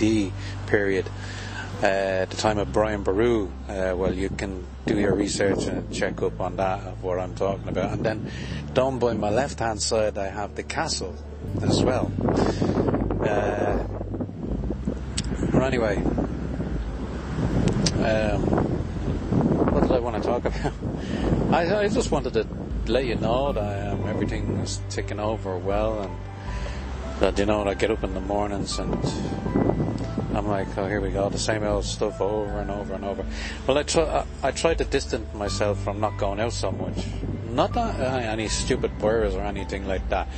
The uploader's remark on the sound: a talk in a beautiful local park on a sunny afternoon